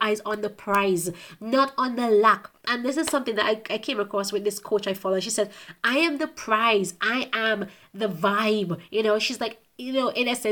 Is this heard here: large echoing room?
no